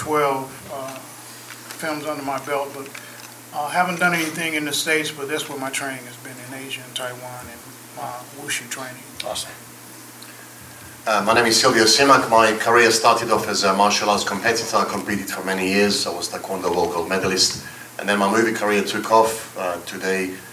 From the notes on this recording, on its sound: From the Urban Action Showcase & Expo 2023, the Kung Fu Drive-In Podcast hosted the MARTIAL ARTS IN CINEMA Panel.